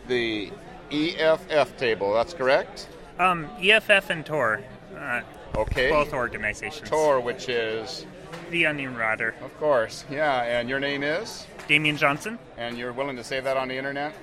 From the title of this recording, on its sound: On Location at LinuxFest Northwest